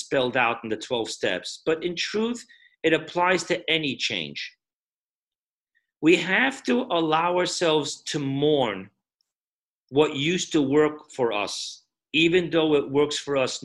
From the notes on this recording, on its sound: Zoom Parsha Class